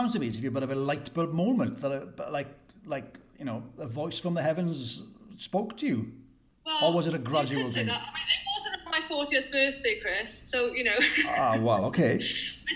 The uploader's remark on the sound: She lives in Barry, South Wales. Over zoom (so forgive any audio glitches at times). My dog, Jack the border terrier, decided to bark at the postman!